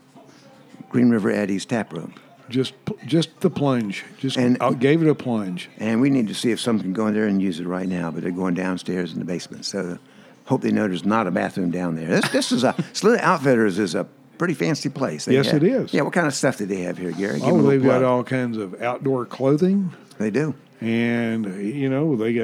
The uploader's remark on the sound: This episode was recorded at Saluda Outfitters in Saluda, North Carolina – the home of Green River Eddy’s Tap Room.